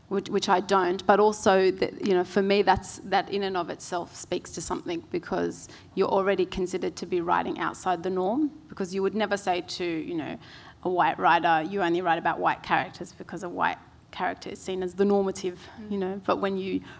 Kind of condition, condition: setting, live audience